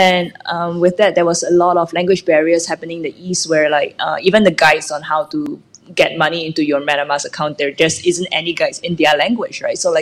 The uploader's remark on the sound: We had the chance to do a live session from the NFT Factory in Paris